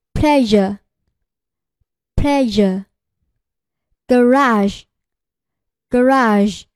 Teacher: She is a shy girl.好，我们来看一下摩擦音，日，它的发音规则，舌身抬起，靠近硬腭，舌端抬向上齿龈，形成狭长通道，气流由此通过，双唇稍微收圆并略突出，声带震动 · IPA: ʒ